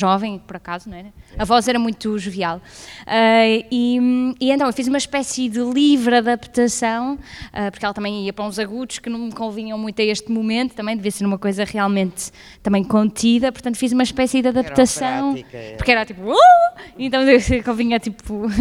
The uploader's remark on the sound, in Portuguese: Conversa do público com a equipa artística do espetáculo Sem Flores Nem Coroas.